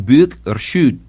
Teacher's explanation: The first of these sound changes is the American sound uh, as in book, which changes in Scottish to the harder, the tenser u, as in book or should.